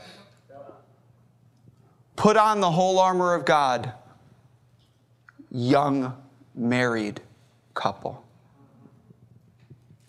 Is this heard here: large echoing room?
yes